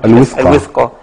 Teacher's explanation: ضم الواو مهم جدا، لان بيبقى سهل للسان ان هو يجيبها واو بالكسر